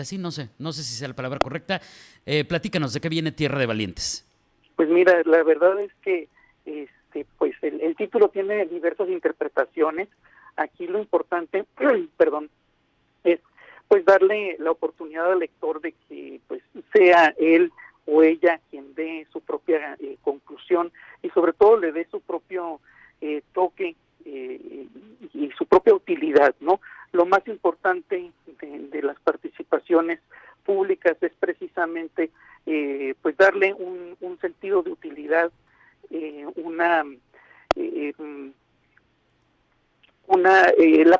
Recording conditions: phone line